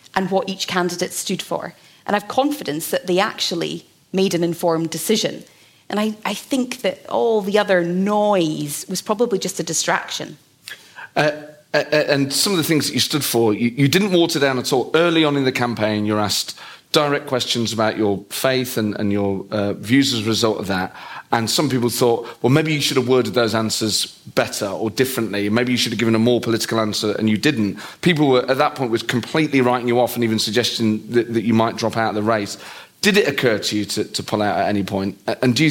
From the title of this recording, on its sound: LIVE at the Edinburgh Festival